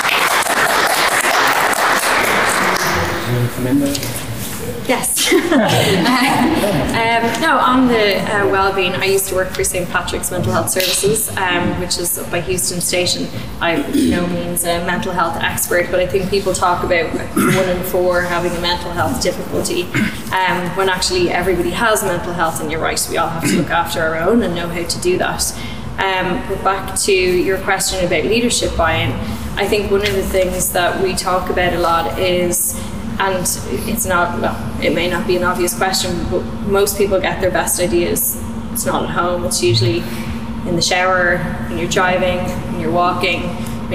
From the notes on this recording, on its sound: Live at the Irish Aviation Authority. We brought the community together at the wonderful Irish Aviation Authority conference centre. With a panel of guests from different industries. We recorded the audio from the event.